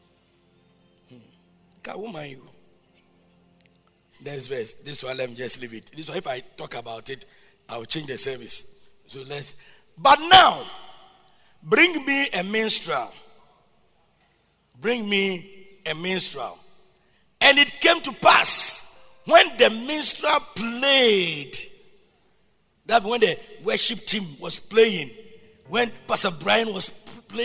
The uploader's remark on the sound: Preached at Loyalty House, Abbey, Dahwenya